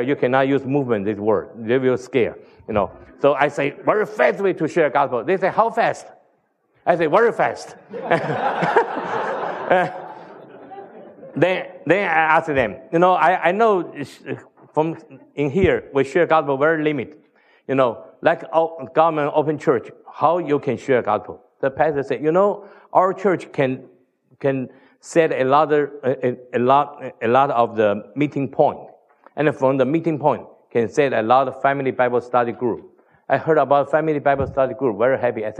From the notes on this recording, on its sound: Tells the T4T Story at the NoPlaceLeft conference in Sydney Australia.